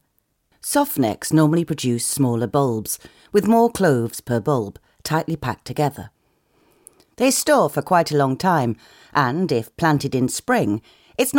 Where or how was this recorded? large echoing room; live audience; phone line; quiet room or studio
quiet room or studio